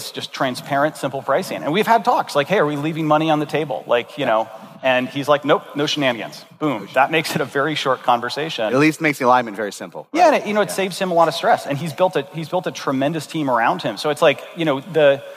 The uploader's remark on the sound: This episode was recorded at Saastr Annual 2016